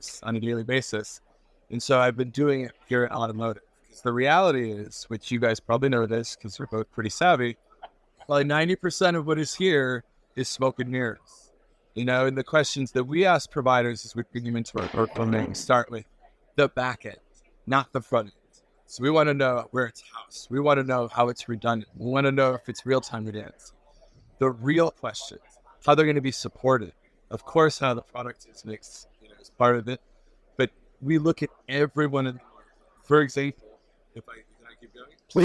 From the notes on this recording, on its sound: "Live" at Nada 2024.